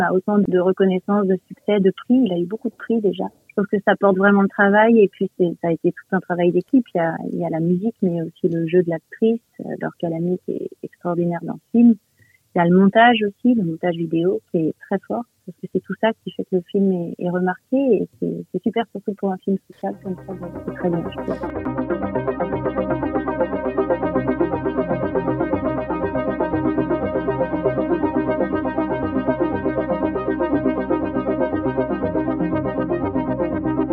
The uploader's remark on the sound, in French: par téléphone